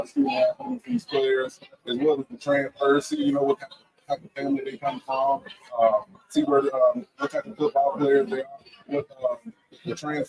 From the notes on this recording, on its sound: Live from Thee Recruit Reveal